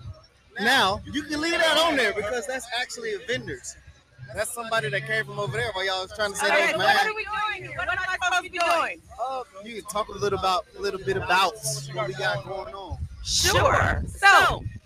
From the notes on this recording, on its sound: In this Episode we are live on West Boardway and Lyndale Ave in Minneapolis Minnesota celebrating Juneteenth. We shot this live and outside for the first time - please excuse sound quality.